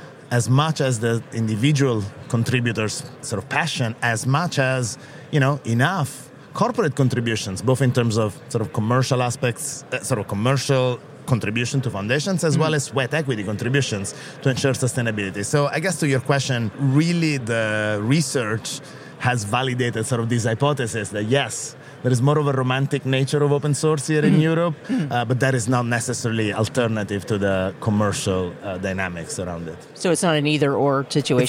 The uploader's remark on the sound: The On the Road episode of Makers, recorded in Dublin at Open Source Summit Europe.